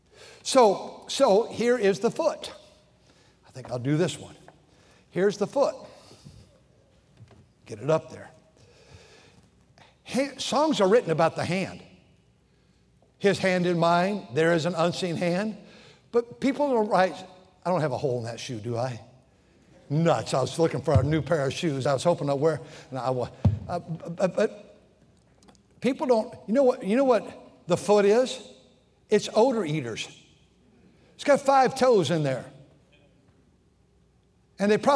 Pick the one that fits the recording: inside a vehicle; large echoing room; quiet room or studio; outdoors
large echoing room